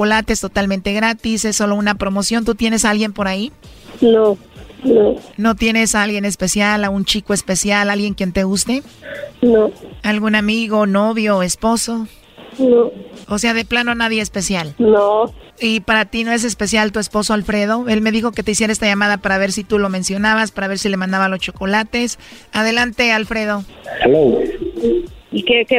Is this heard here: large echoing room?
no